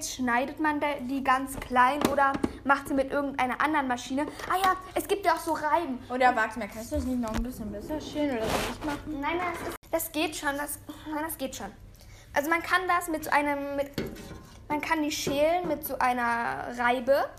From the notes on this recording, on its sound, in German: sorry auch für die Nebengeräusche, die cuts